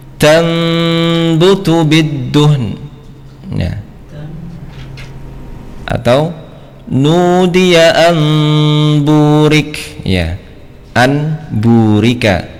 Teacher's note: Kedua bibir bertemu namun tanpa ditekan. Apabila kedua bibir ditekan, maka akan menghasilkan gunah yang tidak sempurna ya. · Term: iqlab